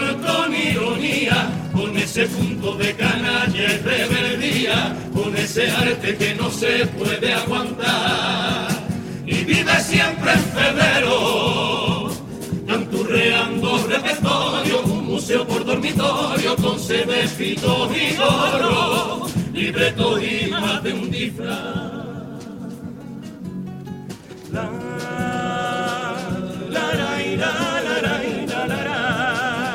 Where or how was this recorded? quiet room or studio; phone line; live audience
live audience